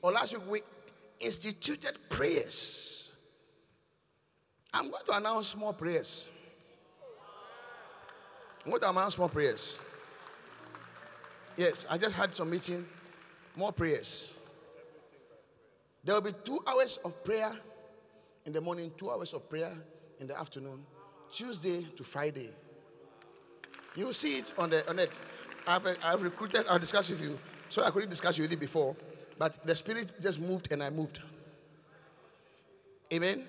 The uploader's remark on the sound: Encounter Service. Preached at The Qodesh.